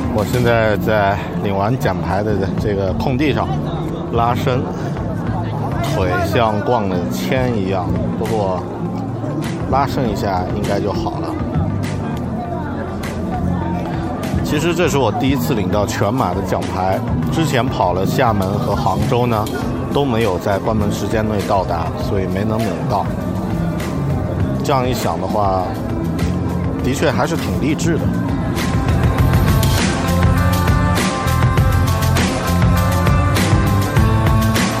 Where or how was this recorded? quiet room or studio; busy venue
busy venue